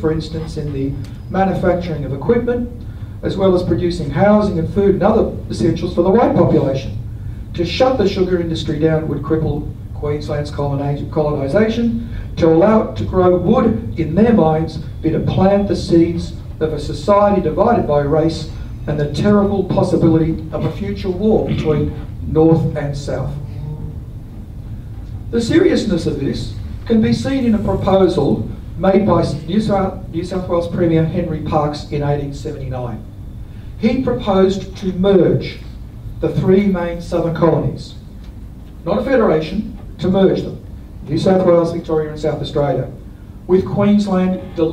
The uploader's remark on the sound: This talk was delivered as the Brisbane Labour History Society's Alex Macdonald Memorial Lecture 2023.